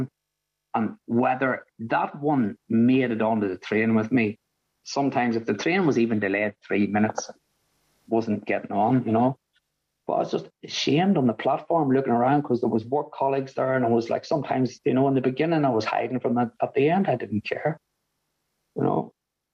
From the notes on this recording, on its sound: At the The Magical Mystery Tour meeting in January of 2022. Zoom.